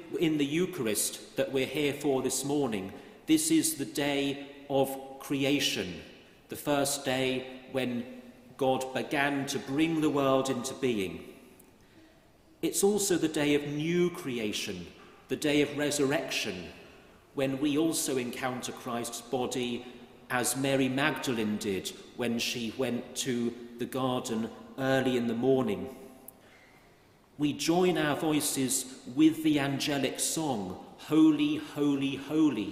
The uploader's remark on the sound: at Great St Mary's, the University Church, Cambridge